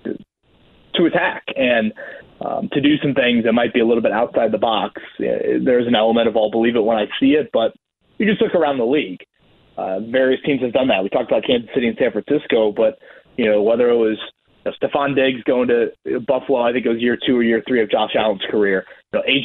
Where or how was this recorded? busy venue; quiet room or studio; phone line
phone line